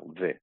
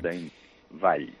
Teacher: És a dir, per rompre els hiatus, la unió de vocals, s'hi posa una consonant enmig, que normalment és una labiodental, que és la V, aquesta V baixa que diuen, nosaltres fem, la pronunciem labiodental